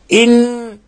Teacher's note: وذلك بإلصاق طرف اللسان في أصول الثنايا العليا، إنه لازم يلتصق طرف اللسان في أصول الثنايا العليا وتظهر غنة من الخشوم بحيث لو كبست على الخشوم ينقطع النفس، هكذا إن، لاحظوا إخواني إن انقطع النفس لأنه لابد من غنة من الخشوم، ولابد إنه هذه الغنة تكون مقدارها حركتين والحركة قدروها بقبض الإصبع أو ببسطه بطريقة لا هي سريعة ولا هي بطيئة جدا. · Term: حرف الغنة المشدد